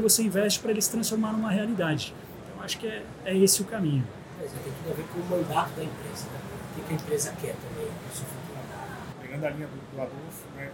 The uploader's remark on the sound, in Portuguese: Série especial de videocasts, gravada diretamente da Febraban Tech 2023, o maior evento nacional de inovação e tecnologia para o setor financeiro.